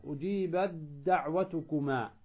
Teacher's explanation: تدغم التاء في الدال · Term: إدغام